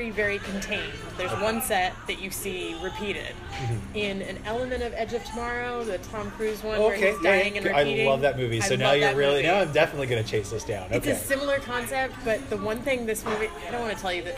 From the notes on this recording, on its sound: we turn the mic on again and give you more action on the scene from the 41st annual Toronto International Film Festival